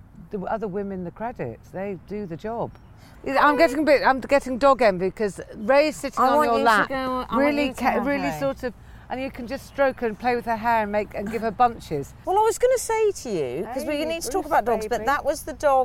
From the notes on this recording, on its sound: goes for a stroll